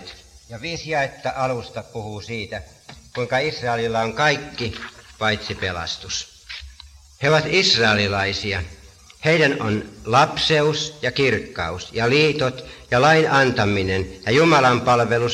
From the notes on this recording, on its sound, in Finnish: äänitetty Helsingissä Sanan kulmassa 1983